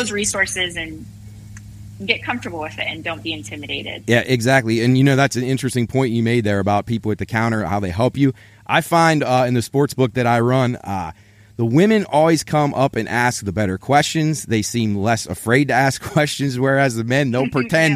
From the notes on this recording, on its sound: On the phone from the great state of Texas